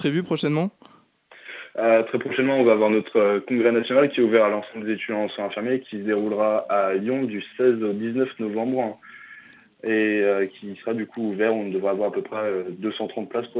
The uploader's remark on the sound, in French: répond à nos questions par téléphone.